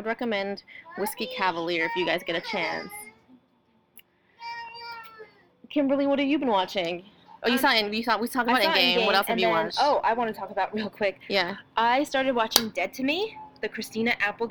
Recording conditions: sounds in the background